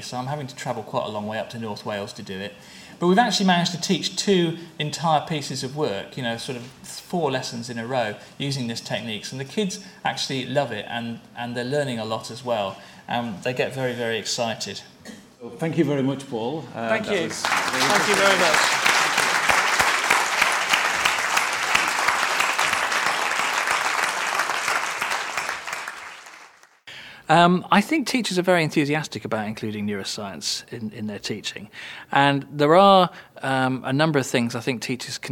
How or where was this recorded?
live audience